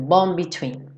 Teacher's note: Essa letra D, ele já tá fechando pro B do between, então ele já vai direto.